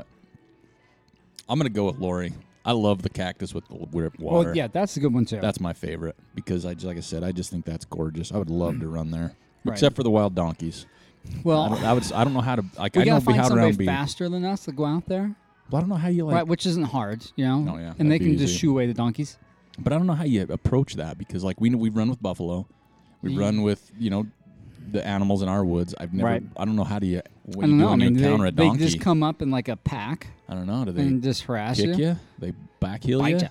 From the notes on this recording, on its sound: We went on location to Roosters Brewing Company in Ogden, Utah (again).